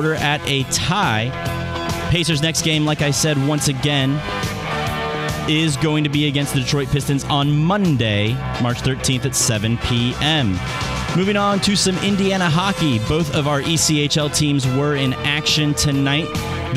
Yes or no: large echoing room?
no